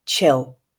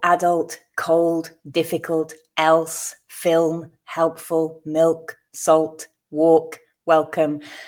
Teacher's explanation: dark L, where the back of the tongue raises towards the palate to make the sound we hear at the end of chill